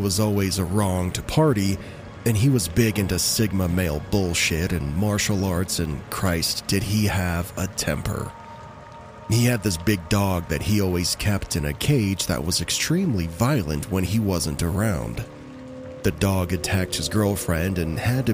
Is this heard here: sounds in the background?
yes